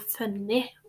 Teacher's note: Eh, karakteren i boka, Marianne, hun sier 'kømmi' og ikke 'komme'. Og hun bytter også u til ø